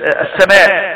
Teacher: ألف متصلة بميم قبلها مفتوحة ترقق · Term: الألف اللينة